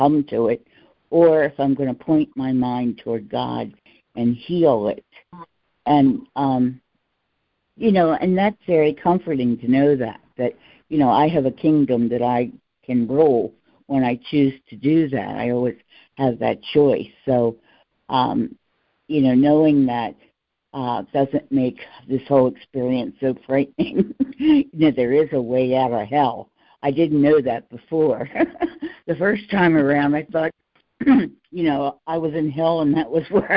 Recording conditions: phone line